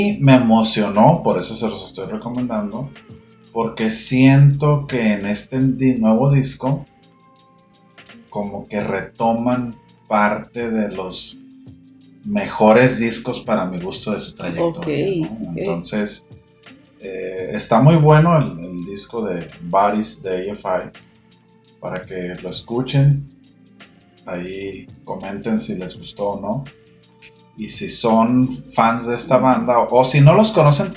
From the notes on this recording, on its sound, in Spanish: lamentamos el ruido de fondo